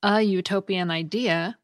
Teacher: the U at the beginning of utopian makes a consonant Y sound